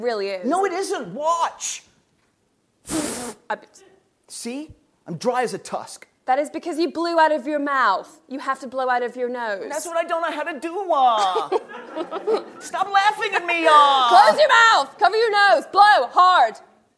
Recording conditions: live audience